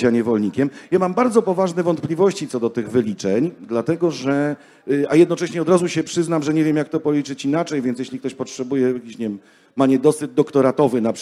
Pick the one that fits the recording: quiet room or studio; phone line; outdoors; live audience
live audience